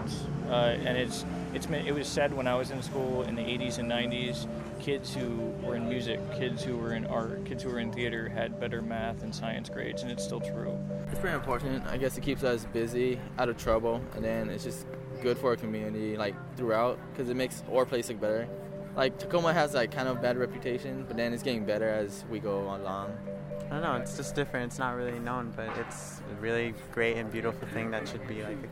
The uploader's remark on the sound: During the Center’s 2 day, Fall Free For All. Tacoma, WA. Many Thanks to everyone who stopped to talk.